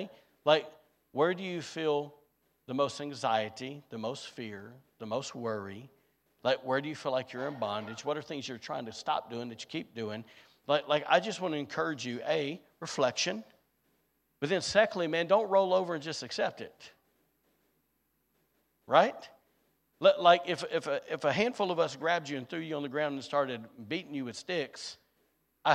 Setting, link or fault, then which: setting, large echoing room